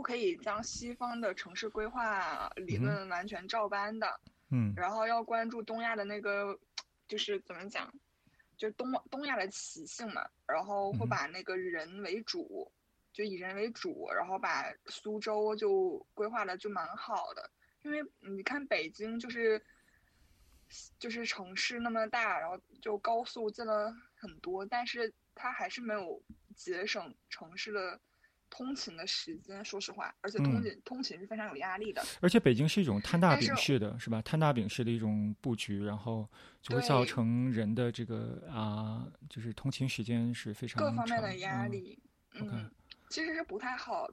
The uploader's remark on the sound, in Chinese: 通过微信连线采访